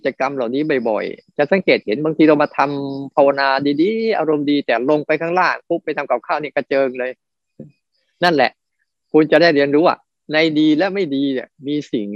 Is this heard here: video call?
yes